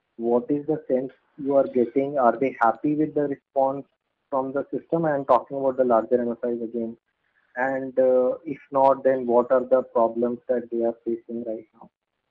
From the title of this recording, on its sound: Conference call with M-Cril